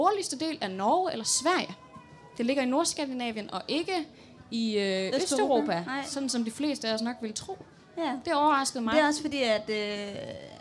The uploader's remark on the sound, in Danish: Liveshow fra Harry Potter Festival i Odense